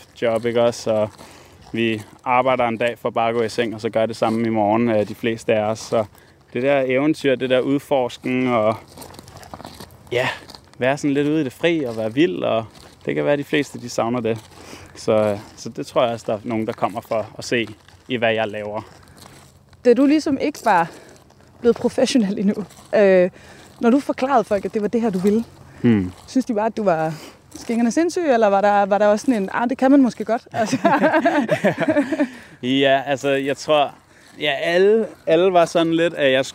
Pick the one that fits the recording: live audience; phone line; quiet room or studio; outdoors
outdoors